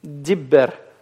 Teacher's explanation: сильный дагеш, он всегда будет удваивать именно смычный звук